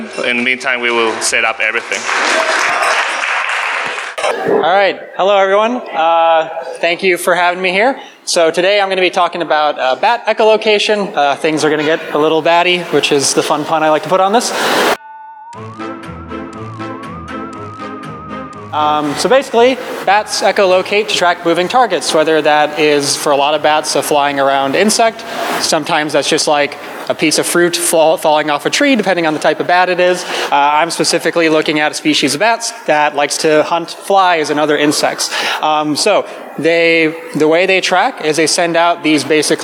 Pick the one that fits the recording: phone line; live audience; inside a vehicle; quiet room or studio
live audience